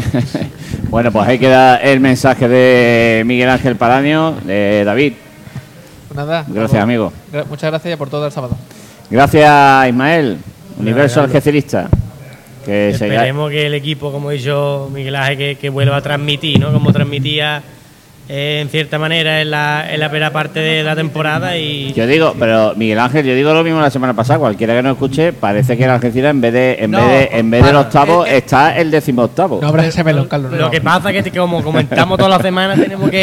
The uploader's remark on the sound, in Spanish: emitido en directo desde La Pxta Calle de Plaza Andalucía